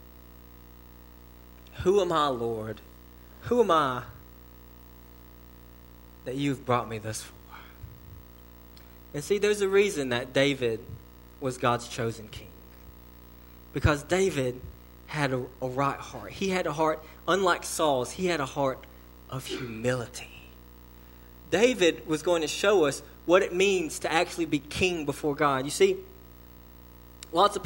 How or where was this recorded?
large echoing room